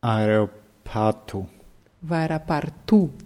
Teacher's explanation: Die Betonung bleibt trotzdem auf der letzten Silbe.